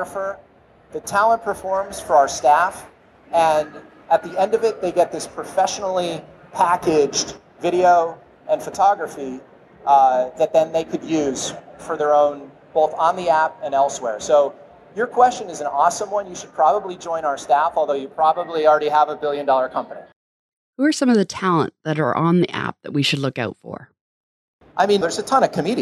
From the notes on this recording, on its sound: at Collision conference